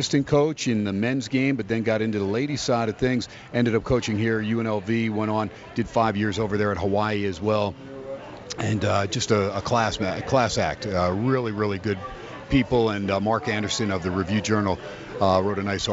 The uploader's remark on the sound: "Live" from Steiners Pub